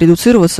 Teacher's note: в слове редуцироваться вы не слышите «е», вы слышите что-то вроде неопределенного гласного звука